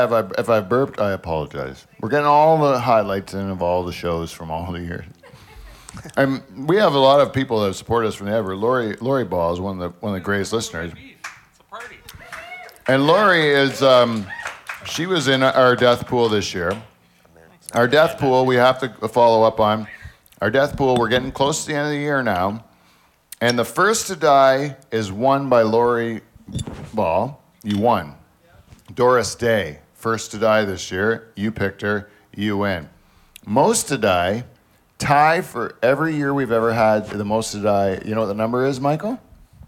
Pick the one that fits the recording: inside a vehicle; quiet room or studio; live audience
live audience